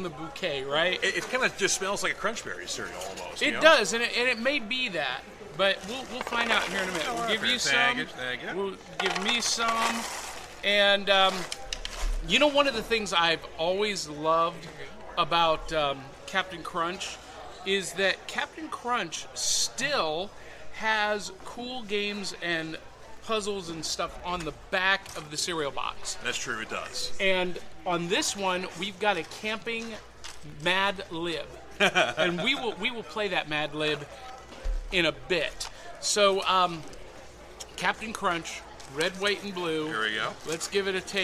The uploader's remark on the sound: Live From The National Corvette Museum Comic & Toy Show!